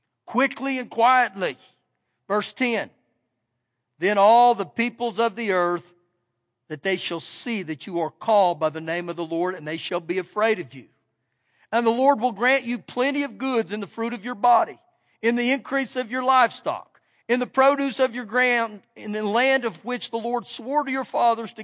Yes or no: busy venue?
no